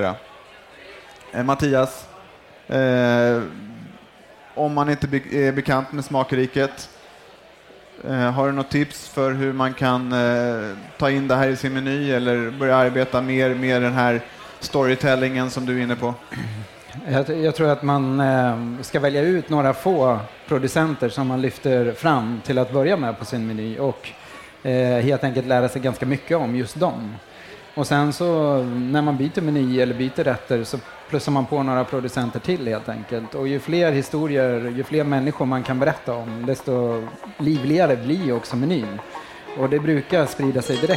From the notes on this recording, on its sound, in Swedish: På scen på Farmers Market